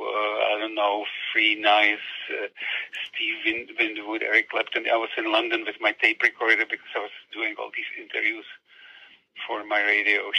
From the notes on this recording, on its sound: We never intended to turn this over-the-phone chat about Nicky & Vera into a podcast, but it begged to be shared.